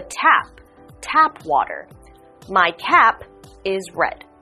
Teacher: you'll see an AP, which means there's a ah sound followed by a p, a popping.